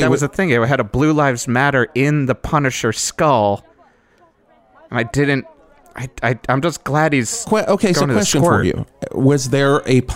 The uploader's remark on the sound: A Live Remote From Val-Mart. Broadcast live from the opening of the newest Val-Mart in Val Verde!